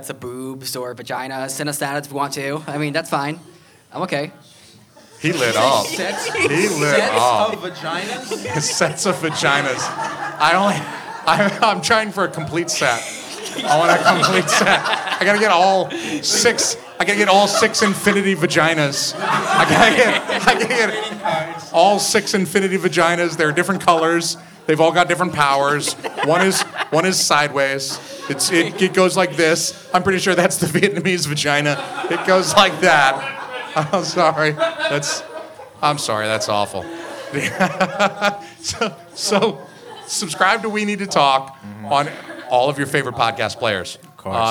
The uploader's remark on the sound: We go live at Curlies Comedy Club, New Hampshires only comedy club, and we go on SHWYPN's podcast.